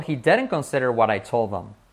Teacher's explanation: Him se convierte en M porque se come la H y hacemos la I como una R. · Term: skipping the H